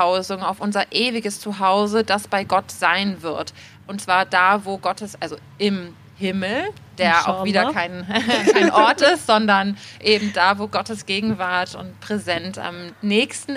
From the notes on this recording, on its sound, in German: Und auch das Publikum, das bei dieser Live-Aufnahme in Berlin Fragen stellen kann, bringt weitere Perspektiven dazu. Die Aufnahme ist im Rahmen einer gemeinsamen Veranstaltung des Festivals of Resilience und der Muslimischen Kulturwoche in Berlin entstanden.